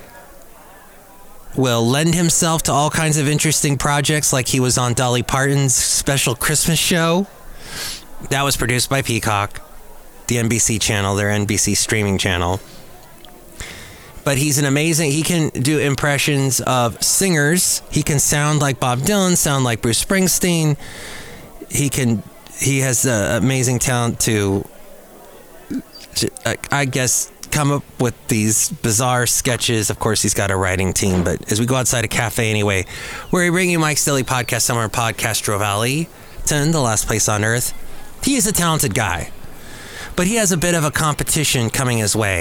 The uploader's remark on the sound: podcast live from Cafe Anyway